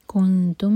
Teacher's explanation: ان کنتم، میم اور میم کا ادغام. کنتم، میم کو ہولڈ کریں گے اور حمزہ پر کٹ آف ساؤنڈ. میم کے بعد جو واو ہے وہ کینسل ہو گیا کیونکہ اس کے اوپر ہے حمزہ.